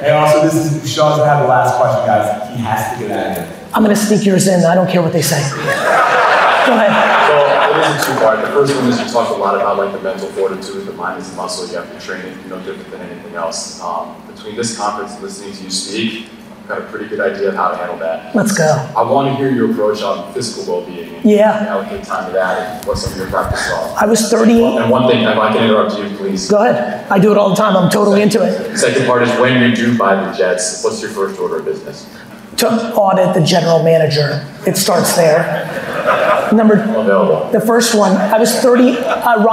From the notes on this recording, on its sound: a fireside chat I recently had in Houston, Texas